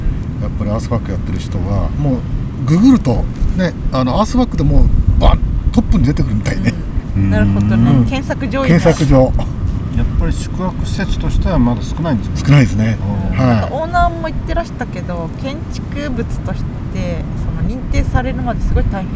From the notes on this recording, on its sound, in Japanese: 2ヶ月ぶりにリアル収録。今回は3人で千葉県は大多喜町といすみ市にプチ旅行です。野外収録のため、雑音等、お聞き苦しい点がございます。